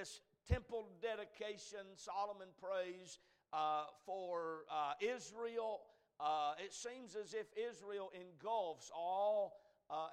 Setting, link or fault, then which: setting, large echoing room